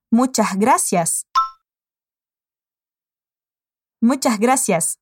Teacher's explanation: Pero con su acento, ella aspira la S de muchas.